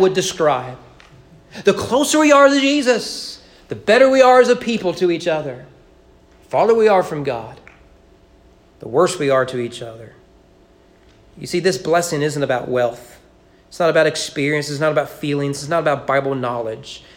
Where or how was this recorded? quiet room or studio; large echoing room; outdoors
large echoing room